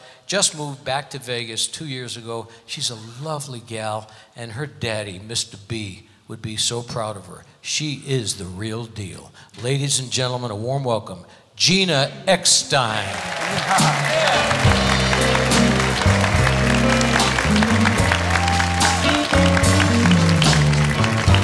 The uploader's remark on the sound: Live at the South Point Casino